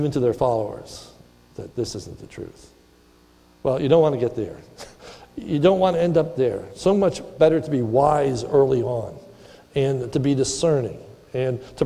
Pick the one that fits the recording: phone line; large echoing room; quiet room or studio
large echoing room